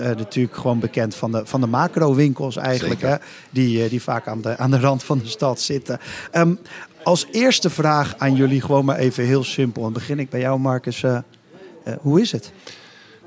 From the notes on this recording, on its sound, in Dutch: De Buik Live is eindelijk weer live in dit turbulente jaar, tijdens Gastvrij Rotterdam Special.